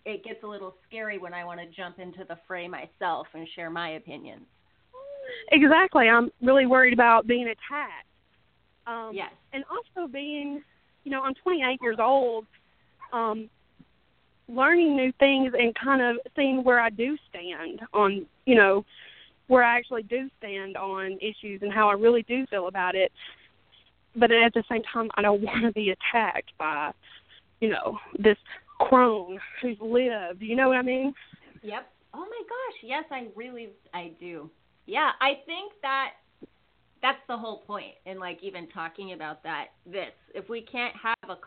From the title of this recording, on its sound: (Live Call In Show)